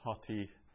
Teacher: So it's a rough breathing there on the omicron, so we pronounce it with a H at the front